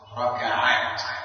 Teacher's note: ما يسمى بالسالم أن تسلم صيغة المفرد، لكن هذا الشكل لم يستخدم في اللغة واستخدمت ألسنة العرب ركعات بفتح الكاف بعد الراء المفتوحة